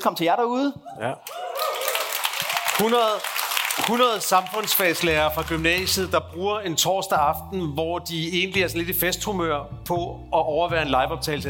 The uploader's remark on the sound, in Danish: taget til Aarhus og laver #dkpol live fra Centralværkstedet.